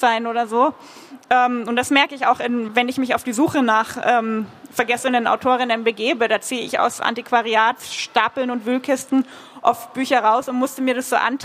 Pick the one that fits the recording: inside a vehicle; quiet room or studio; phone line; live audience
live audience